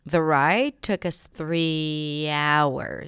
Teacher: Stress on hours, right? On that noun.